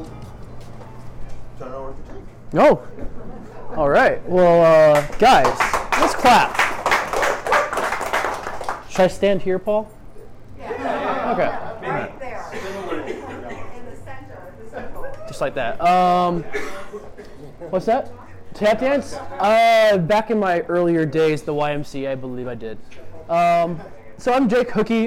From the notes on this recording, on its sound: Live from the world’s best whiskey bar, Delilah’s, I record a Drammers - Chicago whisky event.